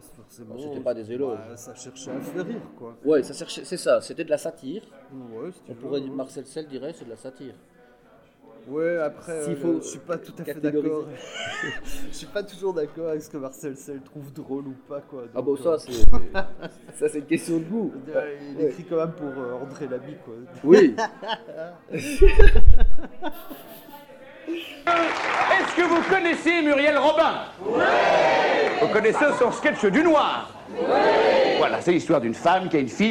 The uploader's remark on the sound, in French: A été enregistrée au Bier Circus (bar situé rue de l'Enseignement à Bruxelles, dans le quartier du Cirque Royal). En mode "conversation de bistrot".